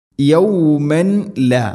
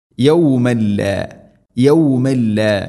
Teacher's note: തൻവീന് ശേഷം ലാം ഇദ്ഗാം ബിലാ ഗുന്ന, മണിക്കാതെ കൂട്ടിലയിപ്പിക്കണം